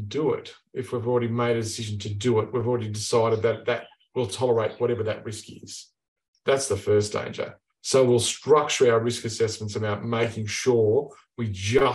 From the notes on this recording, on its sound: In this webinar